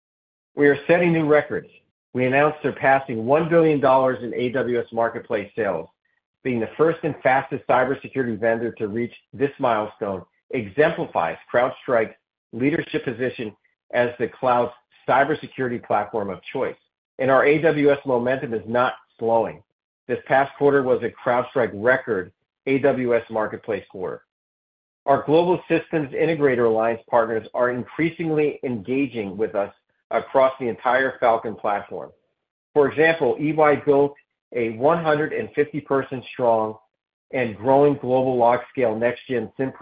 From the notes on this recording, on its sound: Fiscal Third Quarter 2024 Results Conference Call.